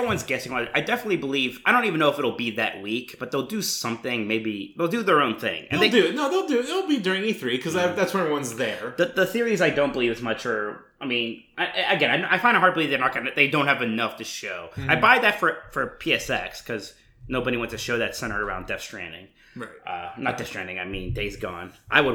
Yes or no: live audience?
no